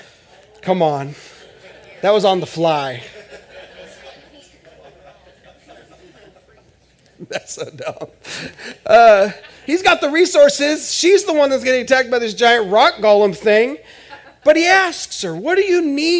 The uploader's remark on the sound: This is audio ripped from the Live Service video.